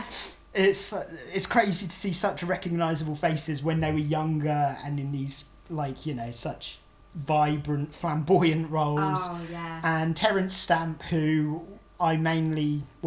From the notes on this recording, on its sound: This is our first ever podcast, so it's a work in progress - Apologies in advance for background noises, a bit of stuttering and voices getting weaker as we progress.